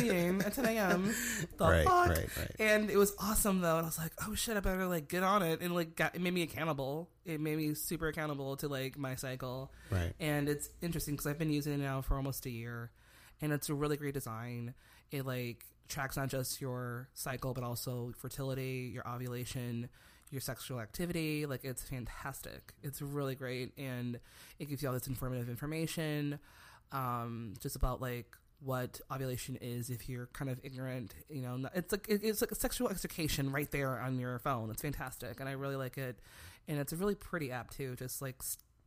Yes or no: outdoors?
no